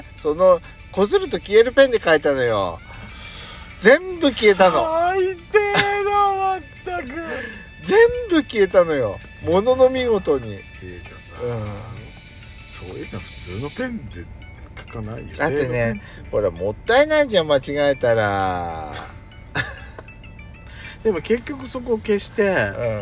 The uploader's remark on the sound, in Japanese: パーキング収録